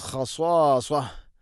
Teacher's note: ഖ തൊണ്ടയുടെ മുഗൾ ഭാഗമാണ് ഖ, ശേഷം സ്വാദാണ്.